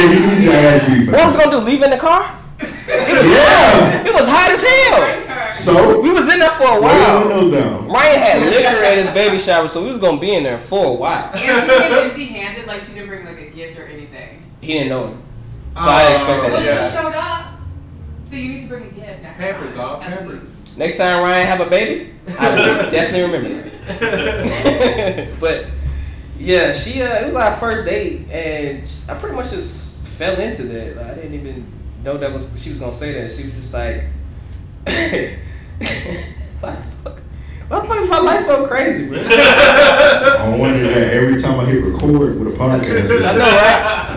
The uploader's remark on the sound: LIVE FROM MIAMI. We go live for the first time at FilmGate Miami in front of a crowd. We interact with our amazing audience.